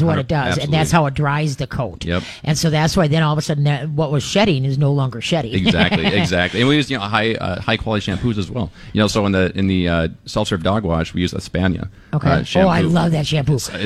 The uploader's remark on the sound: We are LIVE from Pet Evolution in Arden Hills!